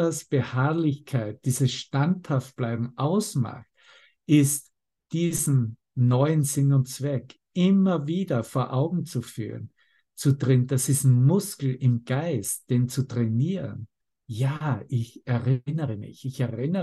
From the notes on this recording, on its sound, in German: Zoom-Session. Veranstaltet von der Aleph Akademie.